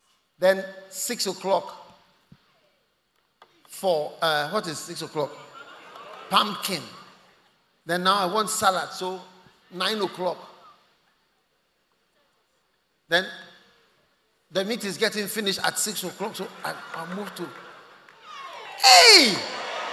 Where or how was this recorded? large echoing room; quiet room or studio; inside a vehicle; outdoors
large echoing room